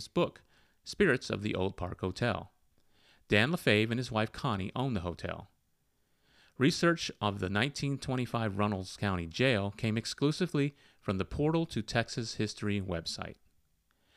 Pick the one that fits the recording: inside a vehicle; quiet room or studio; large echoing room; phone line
quiet room or studio